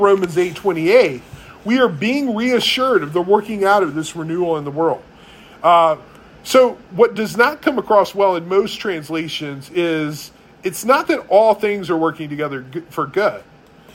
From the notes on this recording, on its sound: One of the itchier sermons preached at Resurrection church.